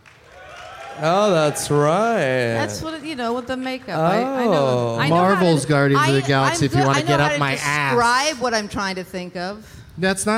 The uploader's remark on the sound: Live from the Pemberton Music Festival in Pemberton, BC